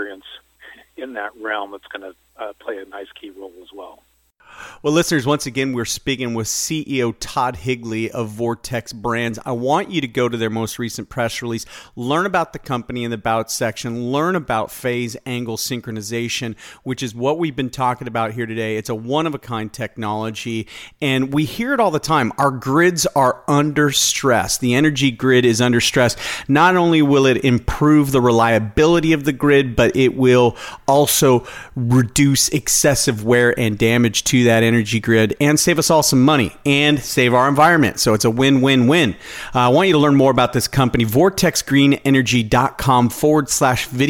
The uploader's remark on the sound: called in to SmallCapVoice